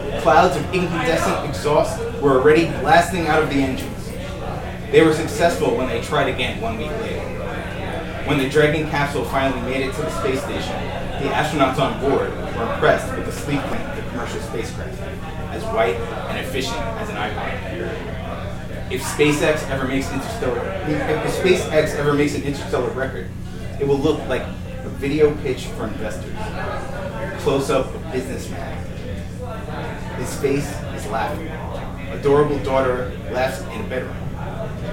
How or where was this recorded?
busy venue